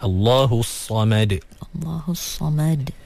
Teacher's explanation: Sebab sad dia tebal. Mim kena nipis.